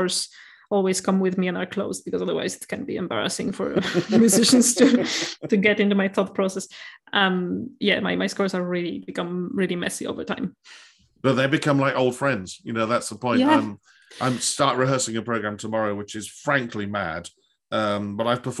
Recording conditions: video call